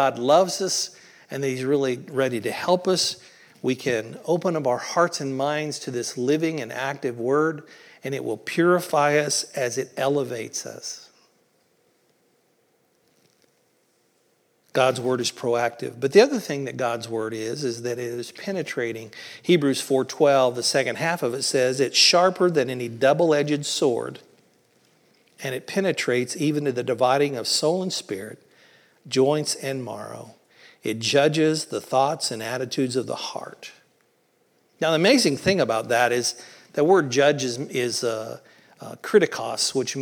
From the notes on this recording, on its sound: Originally recorded on April 16th, 2023 at the Palestine Church of Christ.